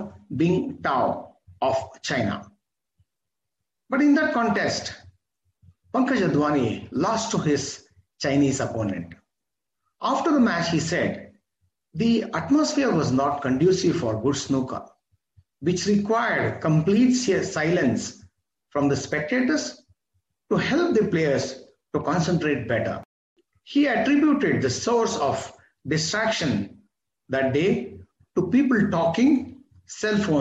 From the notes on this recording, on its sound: This is audio recording of my webinar